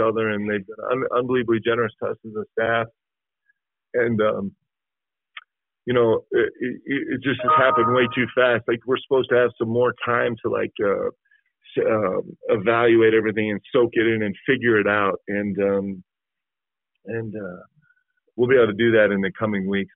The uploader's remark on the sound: Spoke with the media via a teleconference.